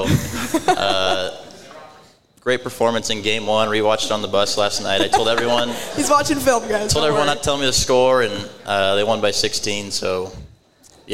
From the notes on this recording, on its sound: Omaha Baseball: Live Show Edition. Hosted the Omaha Baseball team live at Hail Varsity club.